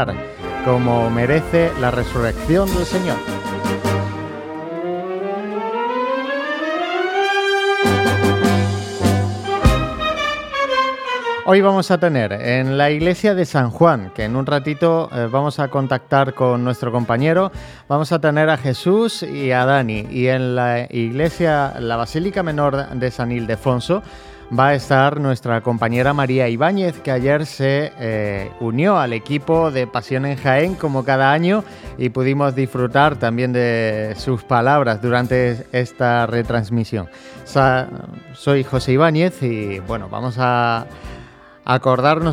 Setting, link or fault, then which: setting, busy venue